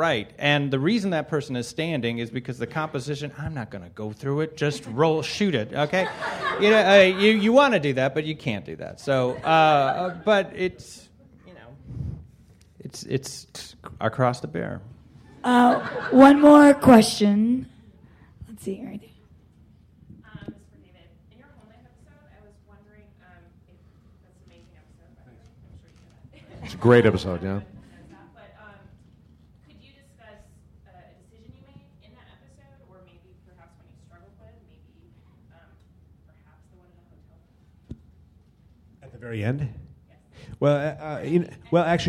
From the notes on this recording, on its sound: Directors panel from ATX, an Austin TV Festival. Recorded at ATX 2013.